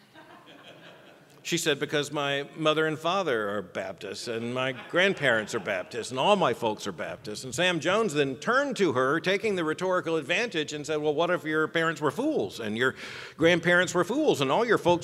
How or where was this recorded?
live audience